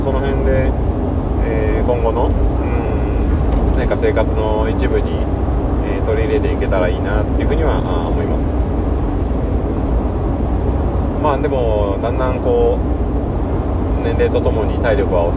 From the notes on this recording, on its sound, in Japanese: ハイウェイトーク。運転しながらのトークは難しかった。